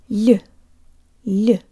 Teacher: The soft L almost sounds like it has a Y sound built in.